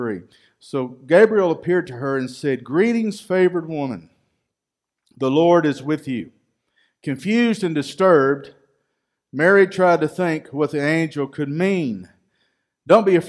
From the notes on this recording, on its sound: Recorded live at Freedom Fellowship Church in Tontitown, Arkansas on Sunday, December 13, 2020.